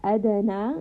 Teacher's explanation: دال is a letter of قلقلة. So we are bouncing on this دال.